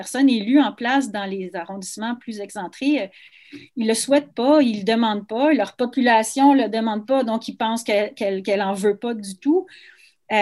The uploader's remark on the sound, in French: a eu lieu en ligne le 27 janvier 2021